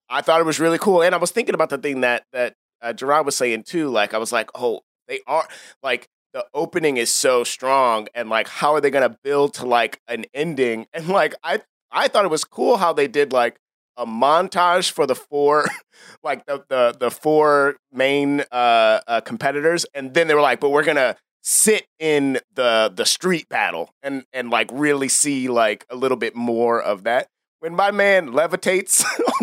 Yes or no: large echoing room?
no